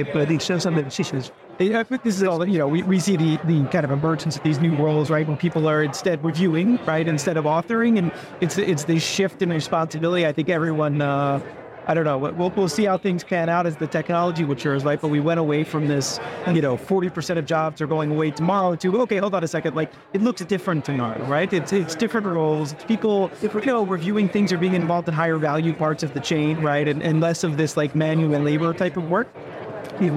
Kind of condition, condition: setting, busy venue